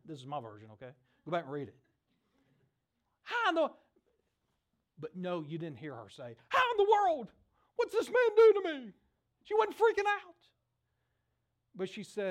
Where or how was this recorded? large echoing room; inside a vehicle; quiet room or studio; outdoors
large echoing room